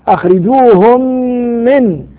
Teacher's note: إضغام مثلين صغير لوقوع الميم بعد الميم الساكنة ويسمى بالإضغام الشفوي